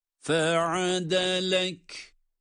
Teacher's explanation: Ayn harfi boğazın ortasından aynı zamanda ince.